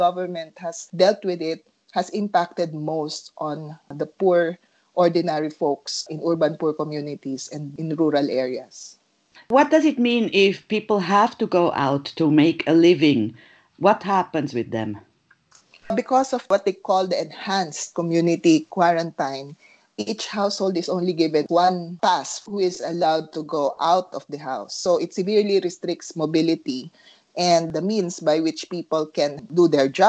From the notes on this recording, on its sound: A skype Interview